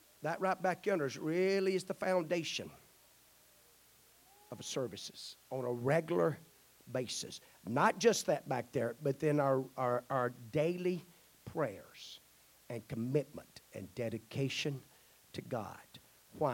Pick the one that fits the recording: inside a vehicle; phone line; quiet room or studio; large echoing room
large echoing room